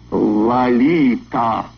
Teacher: Первый слог имени звучит скорее как «а», чем «о», а остальное похоже на испанский.